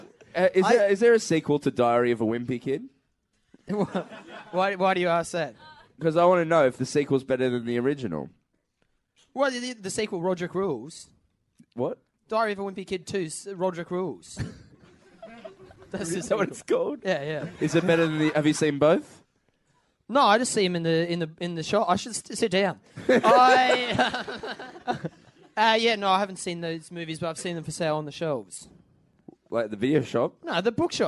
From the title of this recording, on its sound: LIVE from the Factory Theatre Sydney